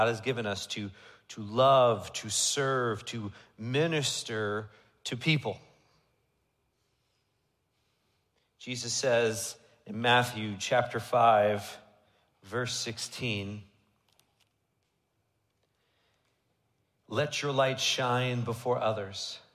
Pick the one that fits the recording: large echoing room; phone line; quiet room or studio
large echoing room